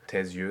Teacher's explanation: So again, it's another case of an article in the plural with the noun. Tes yeux, this is a compulsory liaison.